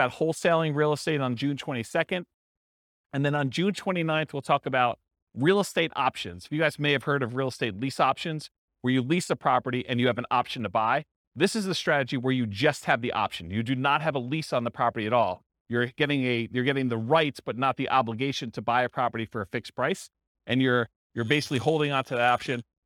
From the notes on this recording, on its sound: This was a live class recorded